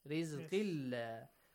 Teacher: if the word Allah is preceded by a kasra, the letter lam of the word Allah is pronounced lightly